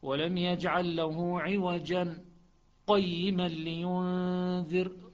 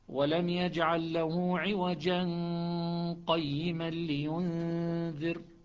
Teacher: شعب لا، ولم يجعل له عوجا قيما لينذر، ما عنده سكت، فتلتقي التنوين بالقاف يصير إخفاء بغنة مع استعلاء الغنة لأنه قاف بعد التنوين · Shown in: second take